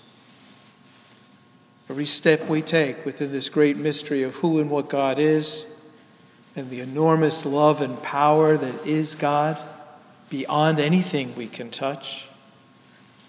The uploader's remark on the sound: Sermon delivered at Downtown United Presbyterian Church Rochester, NY